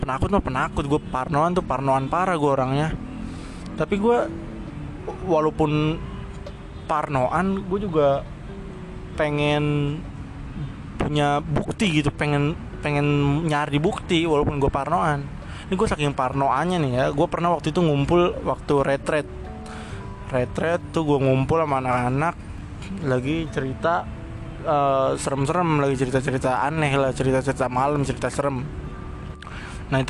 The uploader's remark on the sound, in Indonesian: Gudang hotel. Enjoyy nihh suara napas kedekatan sama suara knalpot motor wkwkwk, minggu depan gue beli mic.